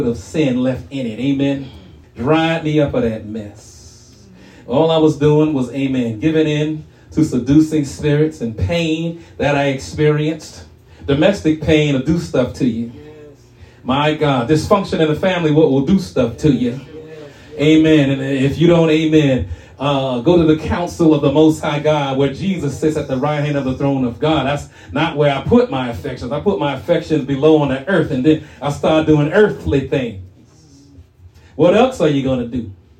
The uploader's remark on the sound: shared this message live at RACC